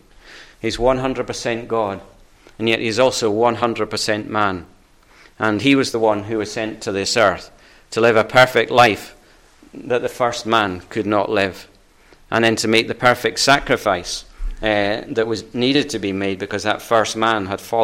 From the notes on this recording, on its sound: recorded at North Harris Free Church on Sunday evening 9th January 2022